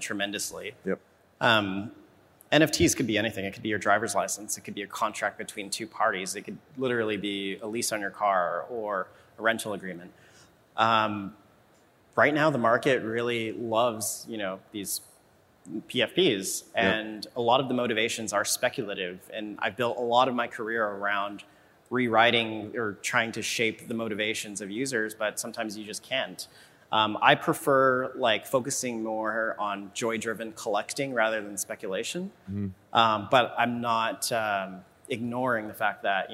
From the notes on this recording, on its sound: a live fireside chat at Emerge Americas during Miami Tech Week